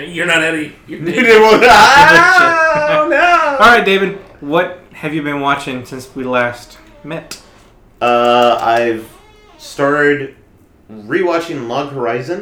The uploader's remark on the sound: A night of so many technical issues it's no surprise it effected the podcast itself.